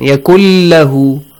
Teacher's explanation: merge the sound of nun into lam. Yakul lahu, as if nun is omitted here.